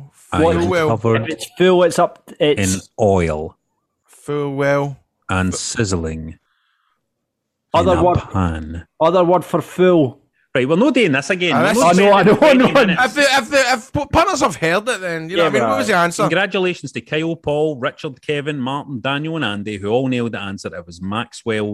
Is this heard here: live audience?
no